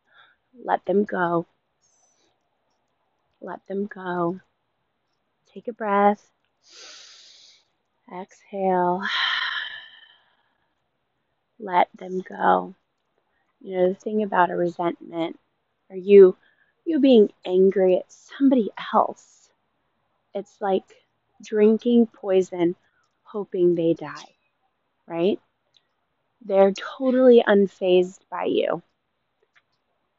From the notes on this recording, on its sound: This episode was made outdoors so I apologize for all the background noise